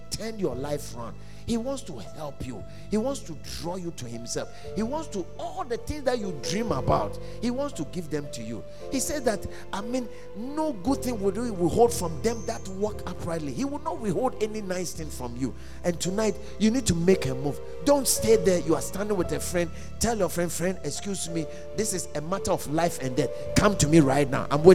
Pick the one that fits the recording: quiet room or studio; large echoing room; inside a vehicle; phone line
large echoing room